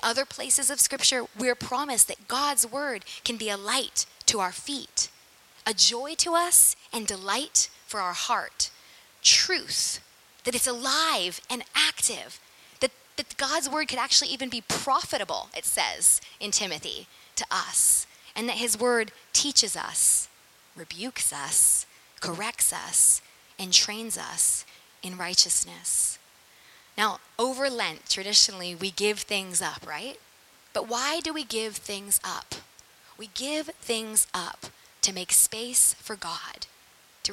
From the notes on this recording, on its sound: Sermon preached at St Peter the Fisherman, NSB on 19FEB2023.